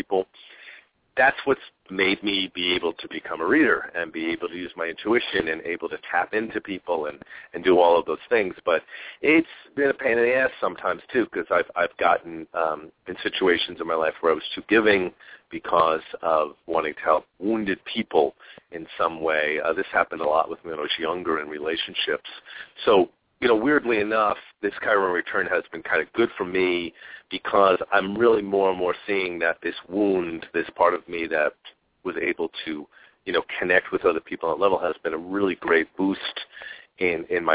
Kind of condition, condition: link, phone line